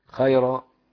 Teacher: ترقيق الراء لورش خيرا